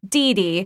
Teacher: But sometimes a dog would come in like Dee Dee, and that stress pattern has equal stress on both syllables, so we'll match it with a dog named Boo Boo or something like that, something with equal stress.